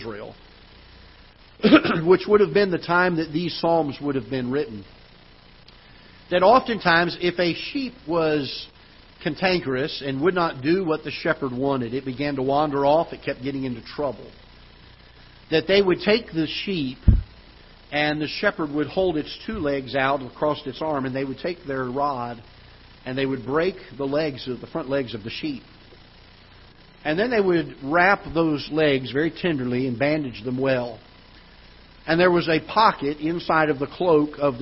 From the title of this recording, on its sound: Ketha Heights Baptist Church ~ Live Broadcast